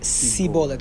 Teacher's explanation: Ephraim had this dialect, they couldn't say the sh sound. So they would say, instead of saying the word shibolet, they would say sibolet with an S.